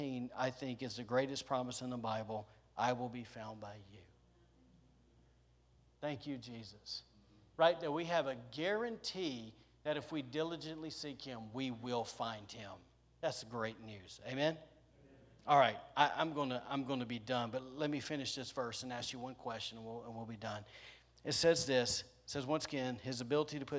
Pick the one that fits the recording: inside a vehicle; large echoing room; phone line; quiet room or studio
large echoing room